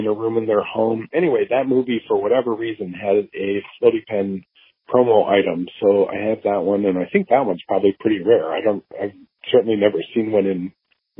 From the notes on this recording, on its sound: the conversation was recorded using Google Voice so while it isn't perhaps as crystal clear as some of the others